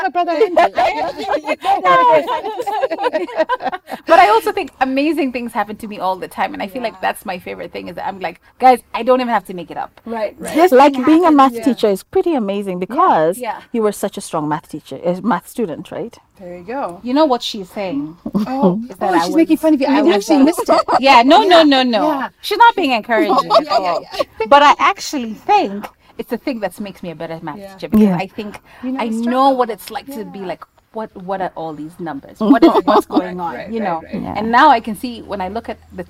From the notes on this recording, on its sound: This episode was recorded outside, hence the sounds of nature